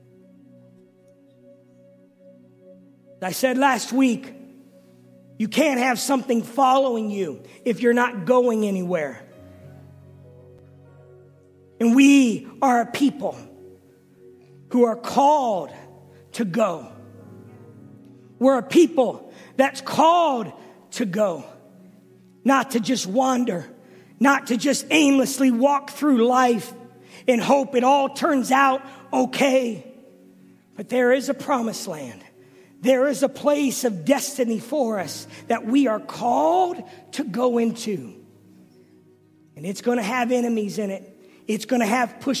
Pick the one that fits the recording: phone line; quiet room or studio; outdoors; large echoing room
large echoing room